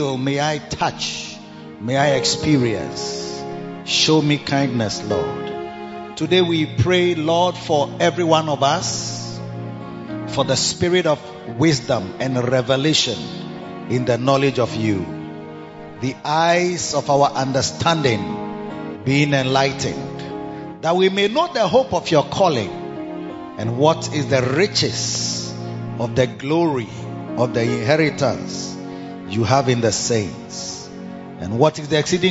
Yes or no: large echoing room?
yes